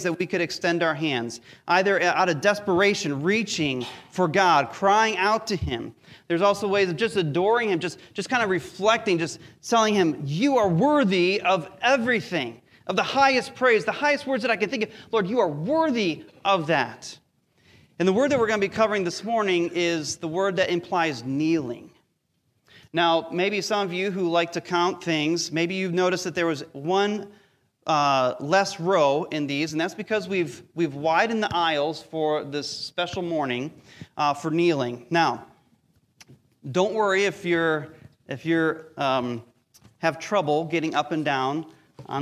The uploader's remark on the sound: Recorded live during our weekly Sunday Service.